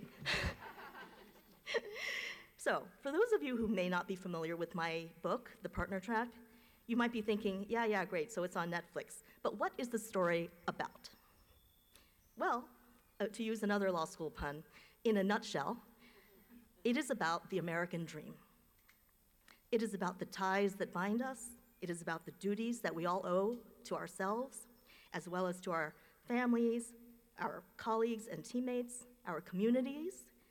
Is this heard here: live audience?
yes